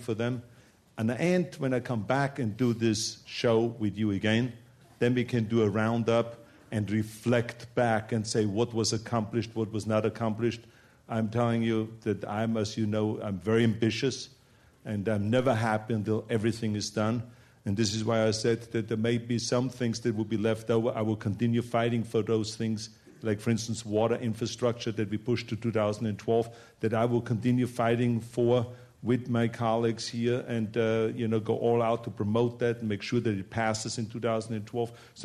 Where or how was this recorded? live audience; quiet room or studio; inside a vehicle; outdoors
live audience